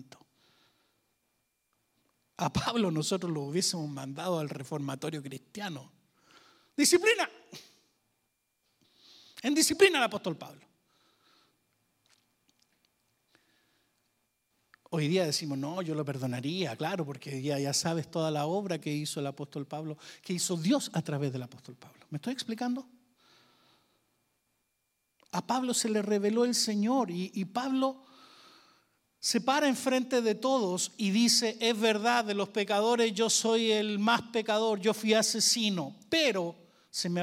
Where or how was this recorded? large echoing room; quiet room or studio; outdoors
large echoing room